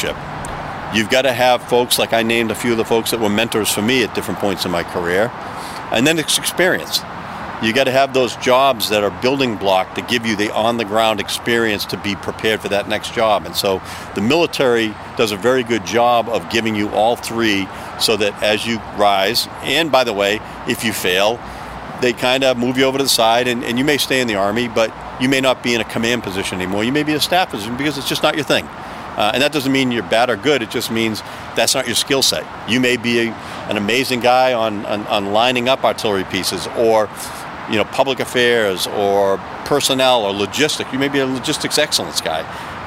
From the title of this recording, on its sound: Takin A Walk in Charlestown Massachusetts